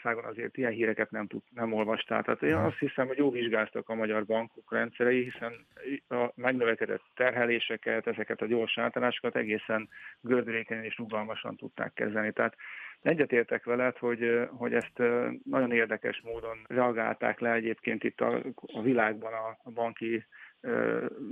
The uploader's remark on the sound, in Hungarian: telefonos vendégei